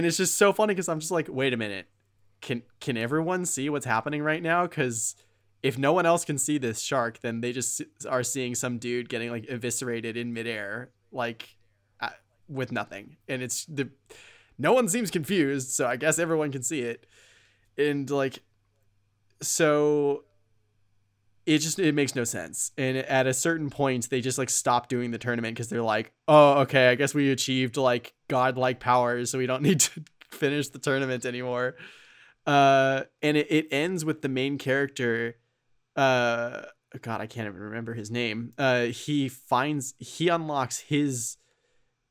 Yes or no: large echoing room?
no